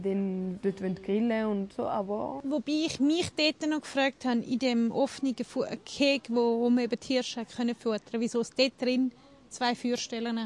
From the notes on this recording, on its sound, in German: Es ging an einem regnerischen Tag nach Arth-Goldau in den dortigen Tierpark. Erzählen sie in dieser Folge sozusagen live aus dem Park.